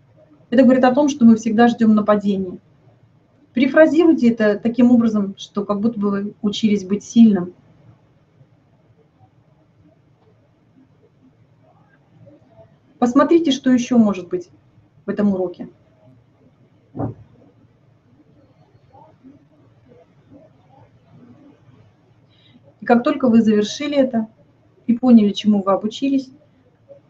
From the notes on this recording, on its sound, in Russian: Запись ТетаБинара от 10 июня